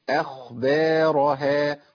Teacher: عندي همزة مرققة، خاء مفخمة، باء مرققة · Term: التفخيم